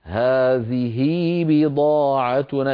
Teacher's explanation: بياء لفظية بعد الهاء نشبع الكسرة كسرة هذه حتى يتولد منها ياء لفظية